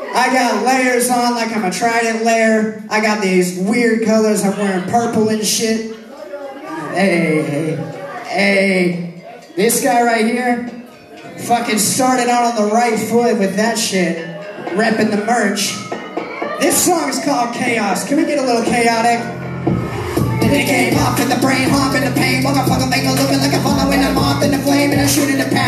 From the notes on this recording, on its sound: Live At The Roxy 11/7/2020